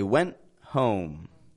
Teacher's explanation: Notice I'm not releasing the T on the word went. Neither am I pronouncing that N very long. It's actually short and kind of quick.